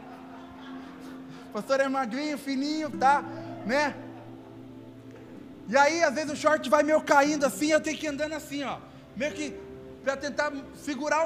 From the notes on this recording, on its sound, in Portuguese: Áudio do Culto de Domingo do dia 12/12/2021.